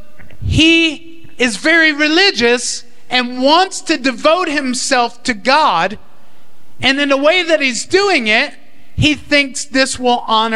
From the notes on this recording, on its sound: Recorded during the Bayanihan (Davao) House of Prayer's first All-Night Prayer Meeting that took place at the FIRE School of Ministry in Davao City, Philippines.